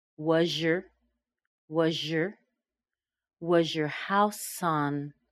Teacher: was your sounds like, we put that z plus a y, we get a zh. Was your house on, consonant plus a vowel, was your house on the market long?